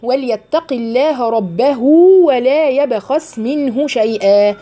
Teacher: في هنا صله صغرى بعد ربه